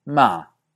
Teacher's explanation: es un tono que empieza relativamente alto y que tiene un descenso hasta un tono más o menos medio o medio bajo · Term: El cuarto